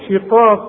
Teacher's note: القاف من أعلى حروف التفخيم اللي بعدها ألف